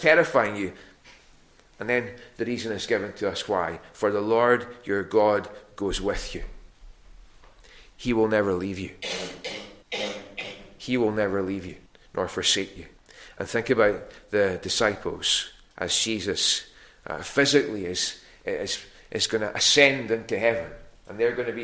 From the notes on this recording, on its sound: recorded at North Harris Free Church on the evening of Sunday, 12th November 2023